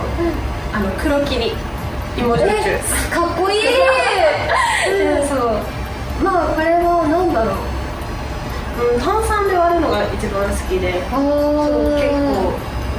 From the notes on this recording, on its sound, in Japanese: 公開収録第二部。